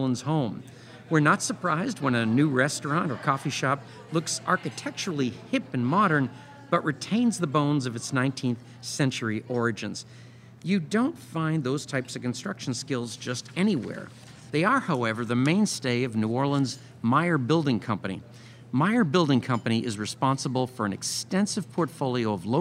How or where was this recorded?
busy venue